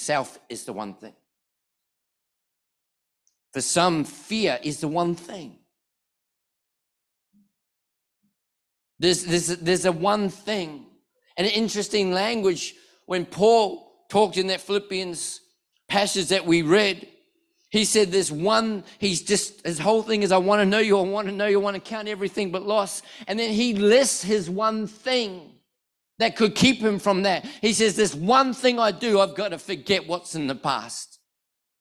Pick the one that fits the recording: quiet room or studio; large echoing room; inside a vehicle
large echoing room